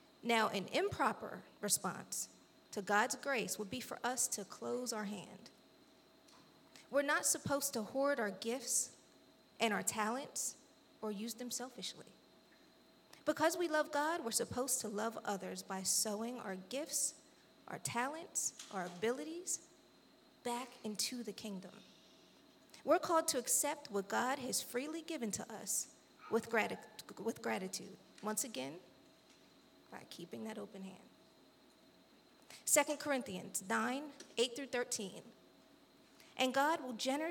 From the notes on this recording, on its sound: This JAT was recorded live on July 31st, 2022 at Newark United Pentecostal Church.